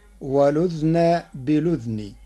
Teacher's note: قرأ ورش كلمتي والأذن بالأذن بإسكان الذال معا فتصير ولذن بلذن مع نقل حركة الهمز إلى الساكن قبلها